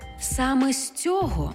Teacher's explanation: займенник без прийменника хоч й має наголос на закінченні, але з прийменником у тому ж відмінку на основі